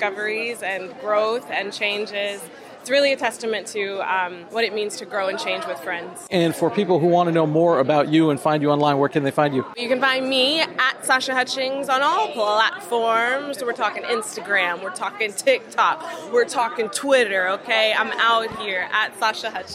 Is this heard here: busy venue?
yes